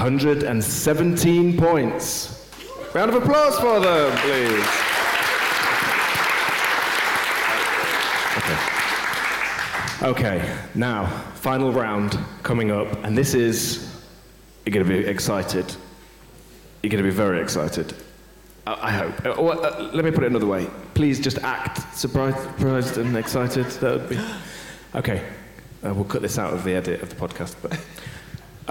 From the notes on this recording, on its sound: live on stage at GopherCon Europe 2022